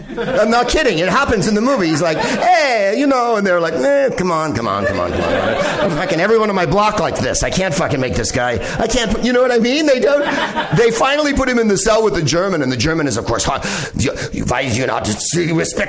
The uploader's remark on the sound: Live from the NerdMelt Showroom in LA